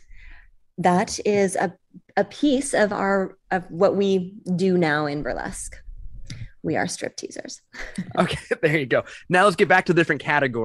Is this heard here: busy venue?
no